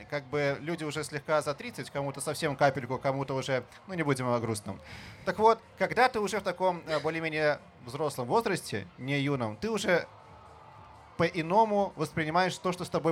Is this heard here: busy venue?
yes